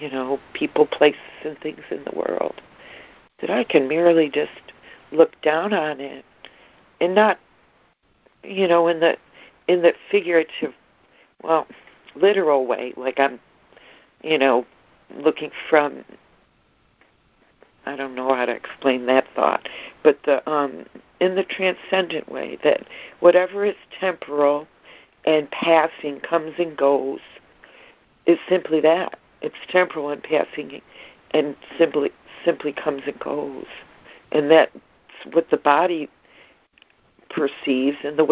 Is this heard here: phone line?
yes